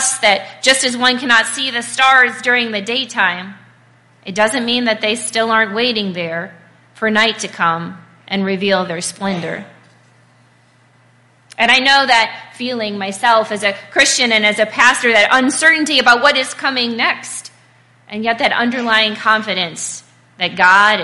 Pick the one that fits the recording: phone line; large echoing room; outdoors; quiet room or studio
large echoing room